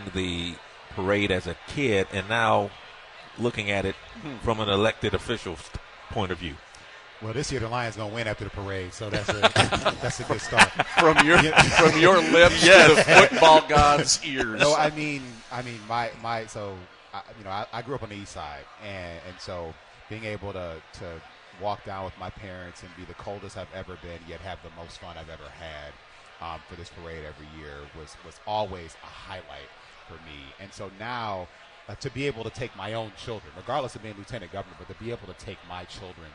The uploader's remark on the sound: live from the Parade Company Pancake Breakfast